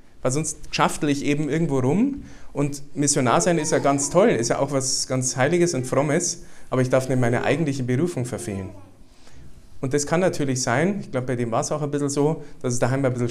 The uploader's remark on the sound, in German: Den Vortrag durfte ich beim Familien-Prayerfestival der JUGEND2000 halten.